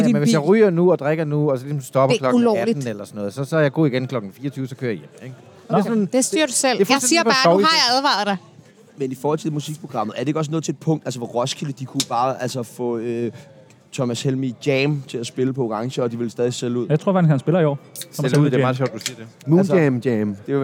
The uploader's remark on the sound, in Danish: Direkte fra Mediebyen på Roskilde Festival!